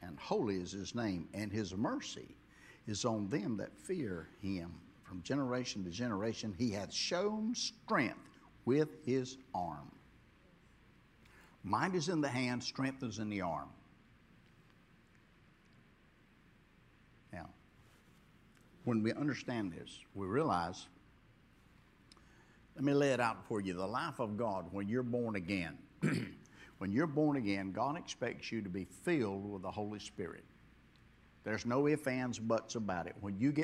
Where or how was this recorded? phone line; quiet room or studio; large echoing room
large echoing room